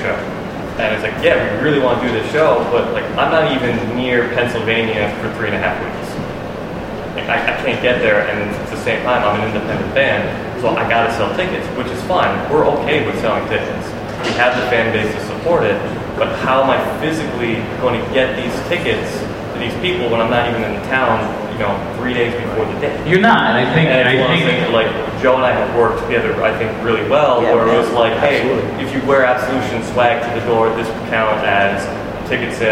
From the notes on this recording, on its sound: As part of the 2015 Electric City Music Conference, NEPA Scene presented a “State of the Scene” panel discussion in front of a live audience at the AfA Gallery in downtown Scranton.